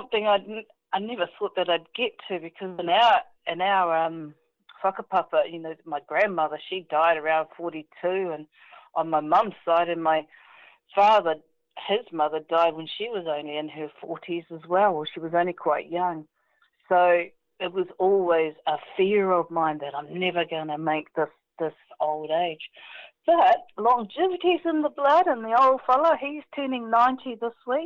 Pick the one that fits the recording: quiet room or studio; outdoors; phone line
phone line